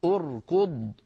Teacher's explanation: همزة الوصل بعدها راء ساكنة بعدها كاف مضمومة، من أجل ضمة الكاف ضممنا همزة الوصل عند البدء بها